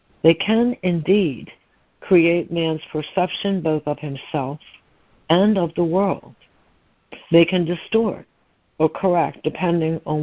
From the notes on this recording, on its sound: ACIM Daily Conference Call